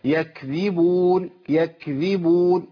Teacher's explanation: الهمس مع الكاف على طول، الهمس لا ينفك عن الكاف